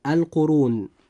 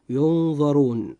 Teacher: كلمة القرون جاء حرف الراء هنا مضموما، فيجب أن يفخم وينطق هكذا: القرون.